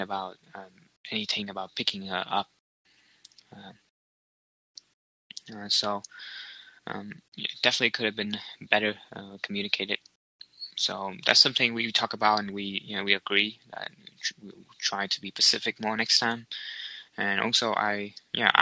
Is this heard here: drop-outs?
yes